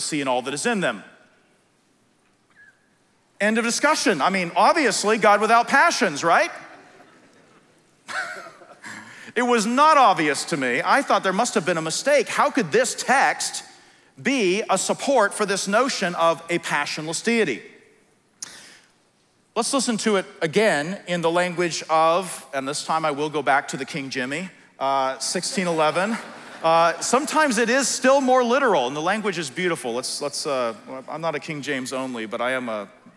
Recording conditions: live audience